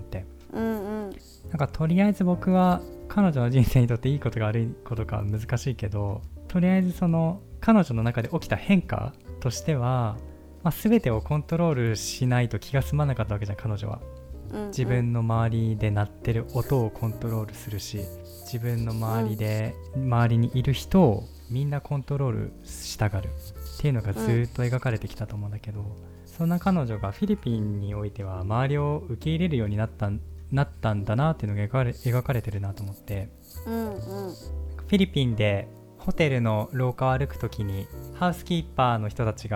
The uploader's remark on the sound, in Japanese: 収録時のミスで衣擦れ音が入っております。